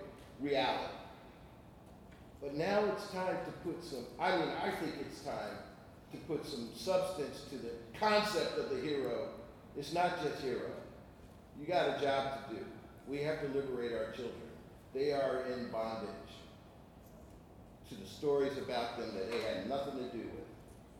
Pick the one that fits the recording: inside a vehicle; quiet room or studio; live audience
live audience